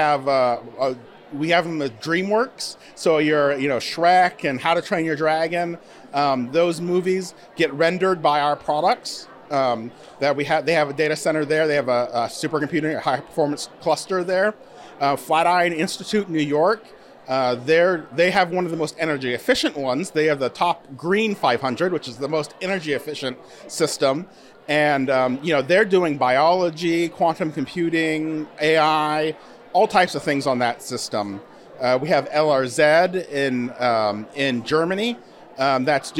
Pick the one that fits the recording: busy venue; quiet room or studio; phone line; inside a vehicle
busy venue